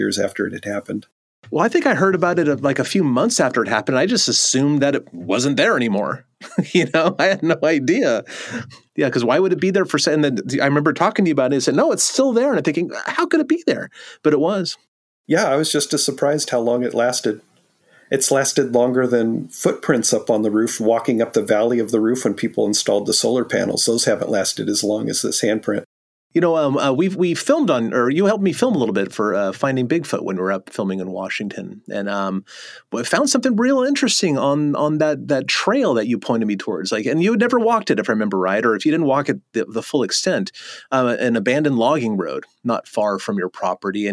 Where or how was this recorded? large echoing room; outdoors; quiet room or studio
quiet room or studio